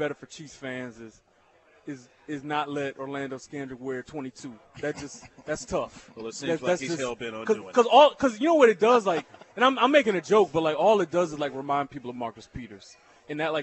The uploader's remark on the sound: LIVE from Nick and Jake's in Overland Park